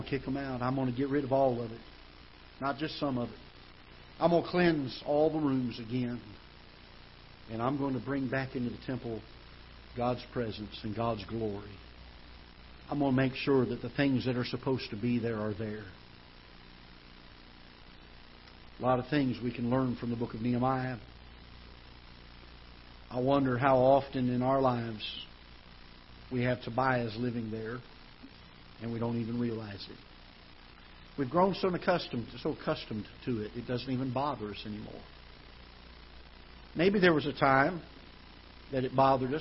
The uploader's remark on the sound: Ketha Heights Baptist Church ~ Live Broadcast.